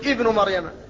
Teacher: فالهمزة مكسورة في الابتداء · Term: همزة الوصل